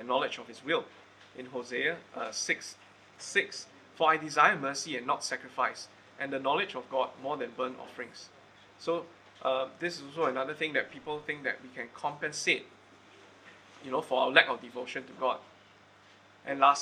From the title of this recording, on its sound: Recorded Live/Sermon